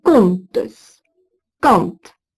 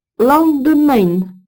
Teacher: les consonnes nasales sont toutes prononcées